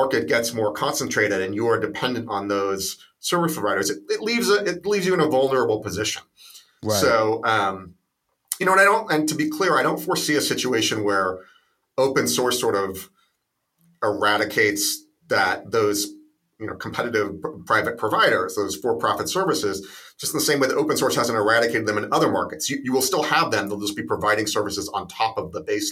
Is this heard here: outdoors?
no